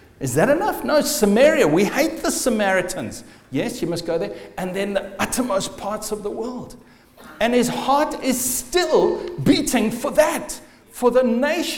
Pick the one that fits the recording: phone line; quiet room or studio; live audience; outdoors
live audience